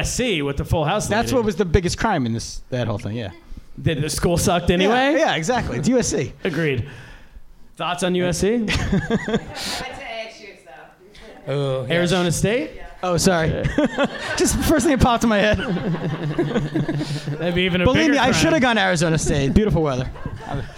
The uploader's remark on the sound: Live Podcast. Live from Stand Up NY!